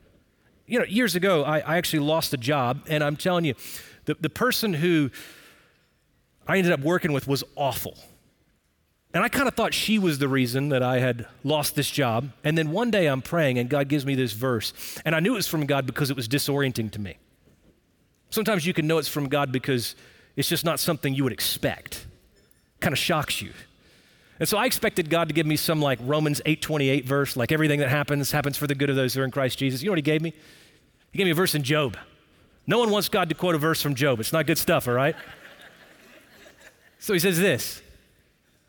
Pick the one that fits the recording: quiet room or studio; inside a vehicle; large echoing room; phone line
large echoing room